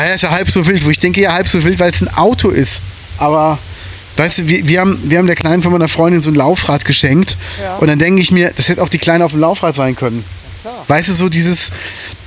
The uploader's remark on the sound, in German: DVP on Tour: Sturm macht die Aufnahme schlecht. Es wurde immer windiger. Trotzdem hauen wir diese Folge raus, die soundmäßig nicht die Beste ist, aber von Herzen kommt.